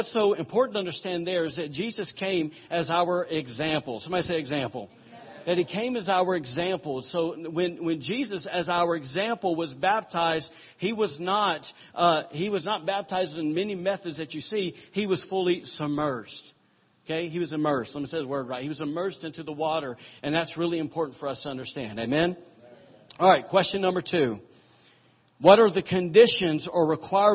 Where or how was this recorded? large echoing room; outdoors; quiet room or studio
large echoing room